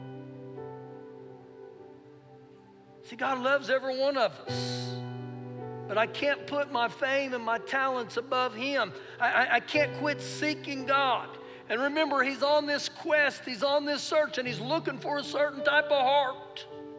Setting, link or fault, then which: setting, large echoing room